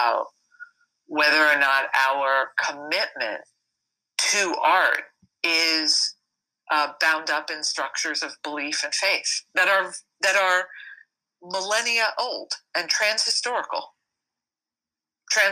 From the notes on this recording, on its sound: I didn’t even record an intro for this interview. This is AM art radio. Its not about the quality of the audio file, its about the message.